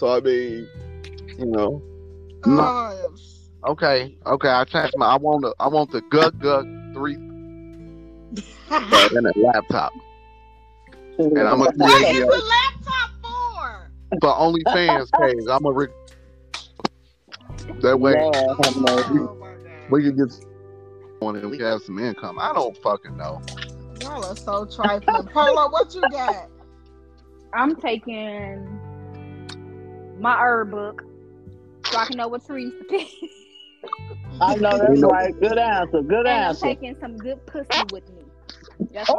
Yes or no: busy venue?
no